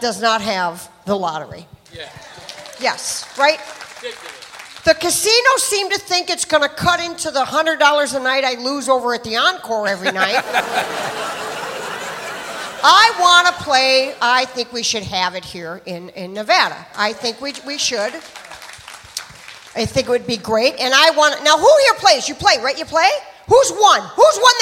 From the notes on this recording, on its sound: Live at the Southpoint Casino